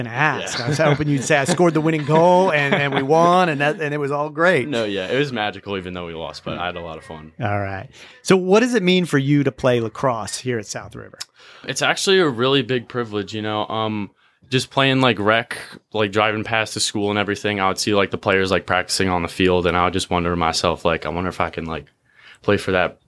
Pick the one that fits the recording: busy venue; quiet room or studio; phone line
busy venue